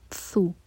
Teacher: ث کے لیے ہماری زبان اوپر والے دانت پر لگے گی اور تھوڑی سی ٹپ باہر ہوگی. ثو، اس کو سین نہیں پڑھنا، یہ سین نہیں ہے.